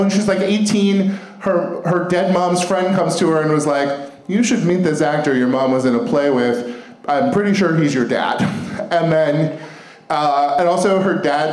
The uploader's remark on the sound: Live from The Improv in Brea